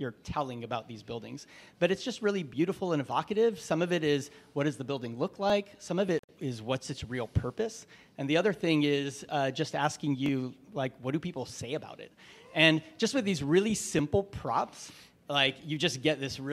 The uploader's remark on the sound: Live from OrcCon 2024 at the Hilton LAX in Los Angeles! A great panel show with members of our audience. Since it is a live event, the audio quality is not the same as our normal episodes recorded in our studio.